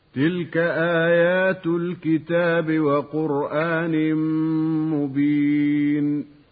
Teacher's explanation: والوقف على كلمة مبين مد عارض للسكون، يمد بمقدار حركتين